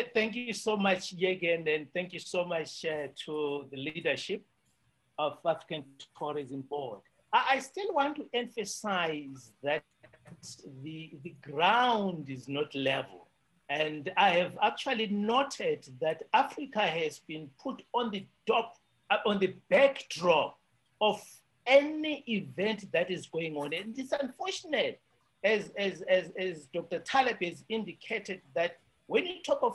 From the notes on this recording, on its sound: The World Tourism Network today facilitated a zoom meeting. Tourism Leaders of the World Tourism Network (WTN) including former UNWTO Secretary General met on a zoom call today to discuss.